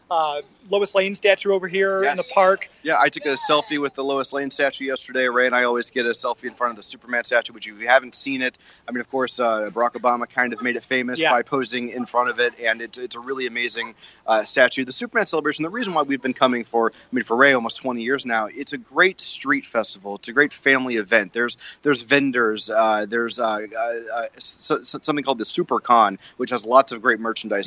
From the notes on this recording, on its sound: Our 3rd annual broadcast LIVE from Superman Celebration!